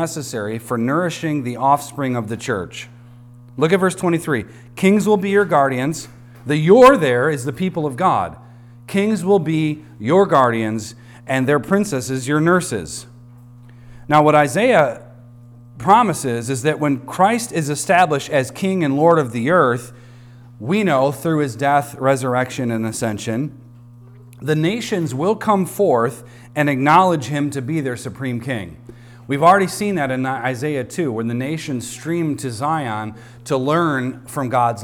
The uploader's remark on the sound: recorded on Sunday, October 8th, 2023, at the weekly worship gathering of Cross & Crown Church.